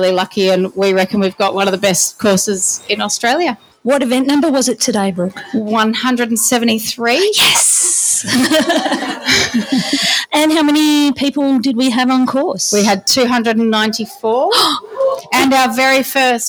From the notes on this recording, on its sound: The adventurers bring you their live recording of palm (parkrun adventurers listener meetup) 2022 from the Hurricanes Café at Bellerive parkrun in Tasmania.